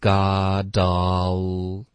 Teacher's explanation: all needy andclingy，声音都放小了，对，都不太信啊。但我们中文在说小动物粘人的时候，会觉得这动物很可爱。那我们这个就其实不会用 needy 或者 clingy。哦，英文就不会了。哦不知道会怎么说。反正这句话是今天一个亮点，咱们来学习一下怎么读，能读得非常地道。 Sure, OK,好，那这里我们有一个 then 跟 I,我们就连读 then I, OK, 后面 got 跟 all,我们也得连读，然后 t 的音我们会浊化